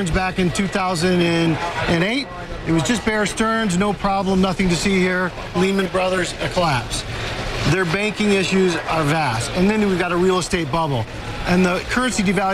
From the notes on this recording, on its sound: live from the New York Stock Exchange